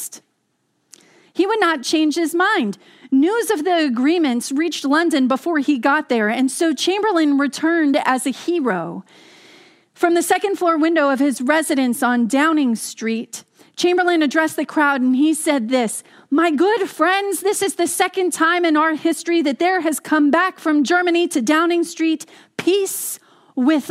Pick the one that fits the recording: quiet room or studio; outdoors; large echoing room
large echoing room